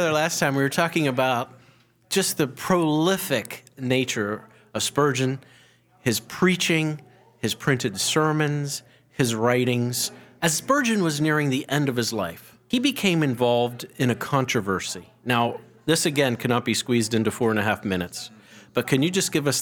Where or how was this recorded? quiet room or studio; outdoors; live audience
live audience